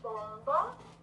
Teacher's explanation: a gente pode ter bomba, né, com essa consoante nasal, com o mesmo ponto de articulação do B e do P